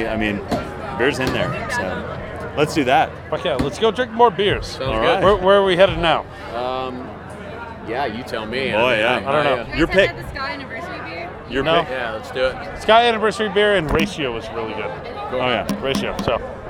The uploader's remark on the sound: at Ska Brewing 20th Anniversary